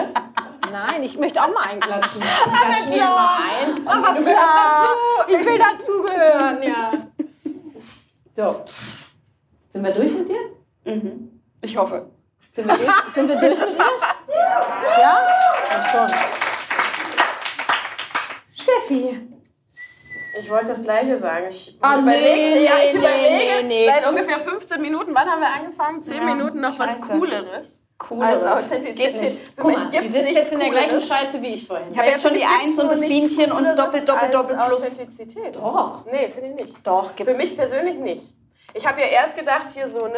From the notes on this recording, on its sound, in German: die ich live mit Publikum aufgezeichnet habe